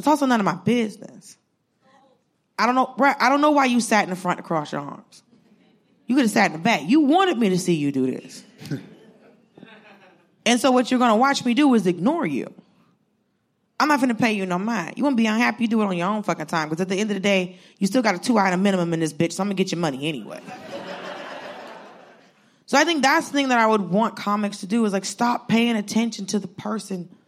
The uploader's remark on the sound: Live at SXSW